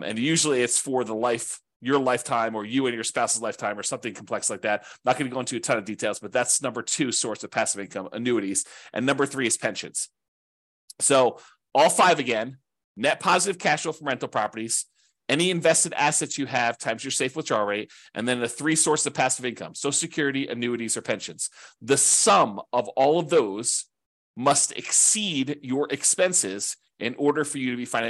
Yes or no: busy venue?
no